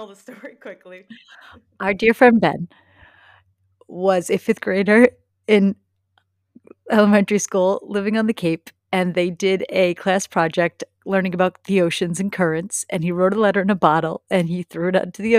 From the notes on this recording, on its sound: Apologies for all the pops and loud voices in this episode (even moreso than usual).